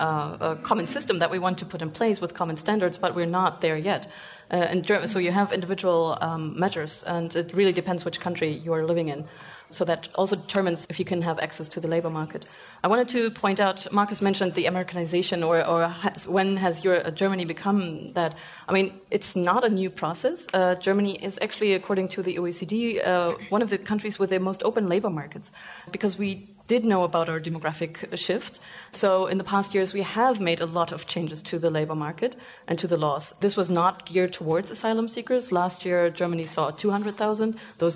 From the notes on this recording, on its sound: We team up with Zocalo Public Square for a LIVE town hall event, bringing together audiences in New York and Berlin, Germany.